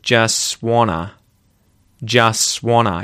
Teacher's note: the T's, both of them, tend to disappear a little bit. So, you, instead of hearing just want to, you'll hear just wanna. · Term: connected speech